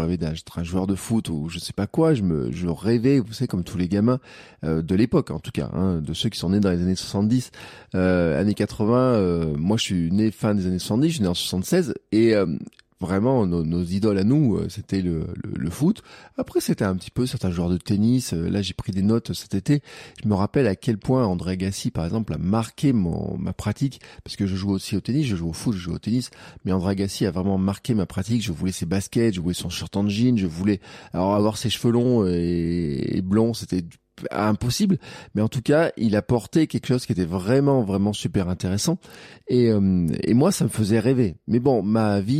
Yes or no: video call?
no